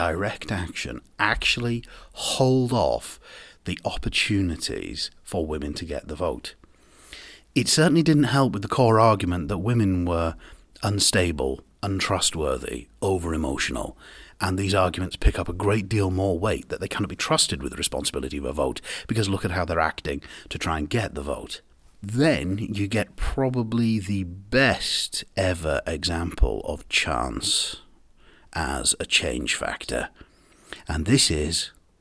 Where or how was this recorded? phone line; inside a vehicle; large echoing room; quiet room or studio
quiet room or studio